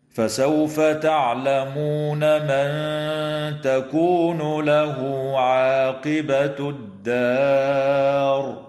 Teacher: إخفاء حقيقي للنون الساكنة عند التاء مع الغنة مرققة